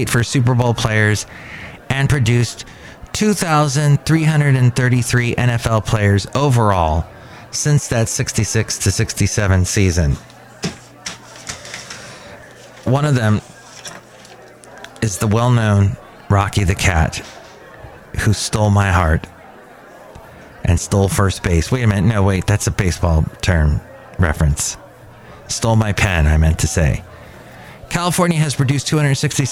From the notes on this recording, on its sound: podcasts live from Cafe Anyway